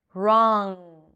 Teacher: I bring the back of the tongue up and that's the NG.